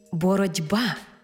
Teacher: глухий «т» уподібнився під впливом дзвінкого «б» до «д». Тому й дуже хочеться написати літеру «д» – «боротьба». · Term: уподібнення